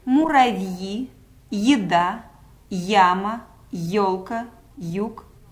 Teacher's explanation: Это такие гласные, которым предшествует звук «йот». Он звучит почти как «и» и краткое. · Term: йотированные гласные звуки